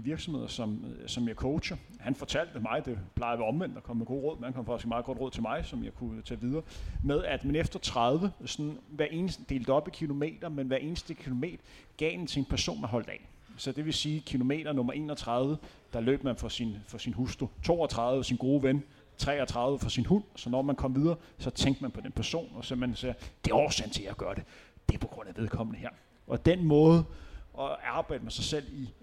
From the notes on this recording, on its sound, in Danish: Live podcast i forbindelse med HCA Marathon. I denne live podcastudsendelse i forbindelse med årets HCA Marathon.